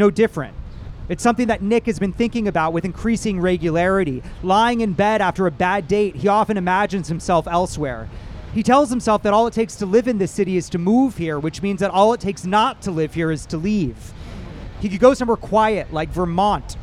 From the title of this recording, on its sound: LIVE from Bryant Park